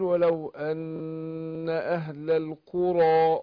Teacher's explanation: الراء هنا مفخمة عشان مفتوحة. هنا عندنا المد هنا من قبيل المنفصل.